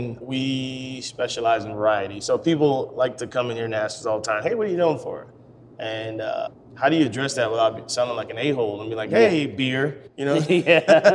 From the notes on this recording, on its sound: grabbed a spot at the bar